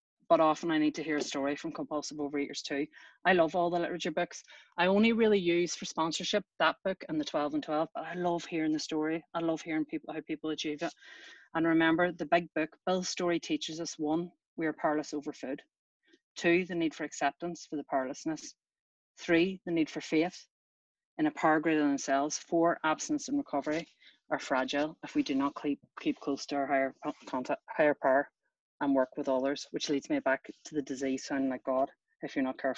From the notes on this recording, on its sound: Recorded at the 9 Tools of OA Meeting.